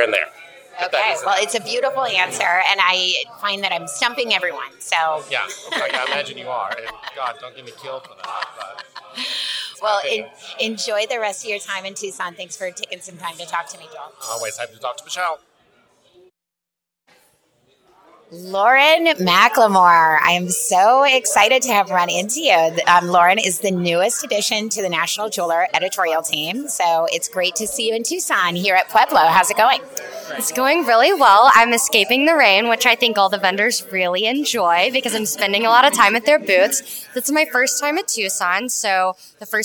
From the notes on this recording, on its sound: We stopped a handful of designers and industry tastemakers in the aisles of "the tents," in the back lot of the Tucson Convention Center, in the lobby of Pueblo and, in one case, underneath a highway overpass. While the sound-quality on some of these rapid-fire interviews admittedly isn't studio-quality, we're delighted to share the joy, excitement, laughter and passion that was conveyed during these "man on the street" encounters.